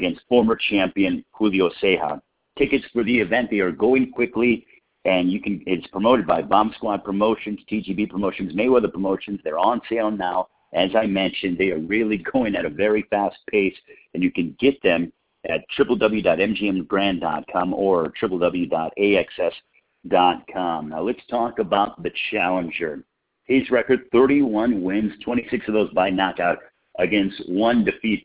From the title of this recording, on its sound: Media Conference Call